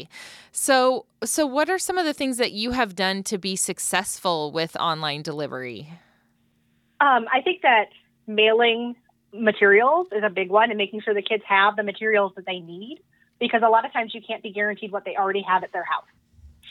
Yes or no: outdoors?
no